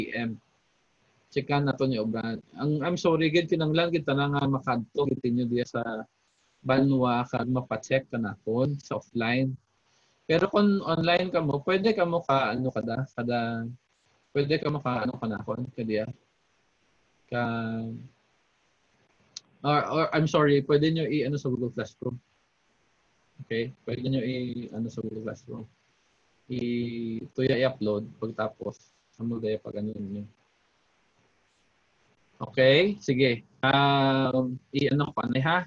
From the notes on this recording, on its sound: This podcast is the first zoom meeting of ISCOF-SEC BSIT 2 Students in their subject ITPE 1.